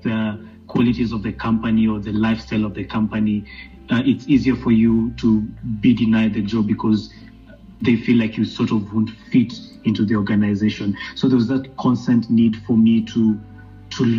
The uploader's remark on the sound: i have a phone conversation with a friend from Rwanda